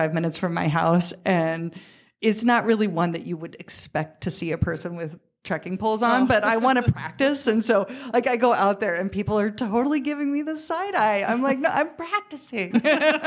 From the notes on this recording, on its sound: Recording in front of an audience in Missoula, Montana.